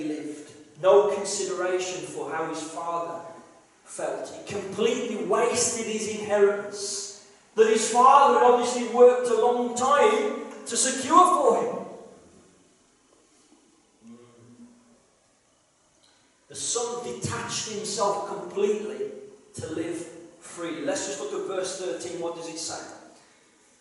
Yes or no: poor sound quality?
yes